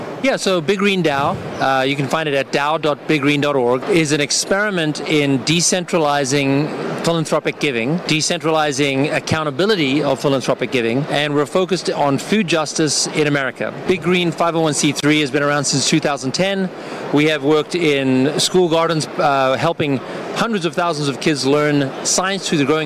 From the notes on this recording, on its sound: Live from Consensus in Austin, Texas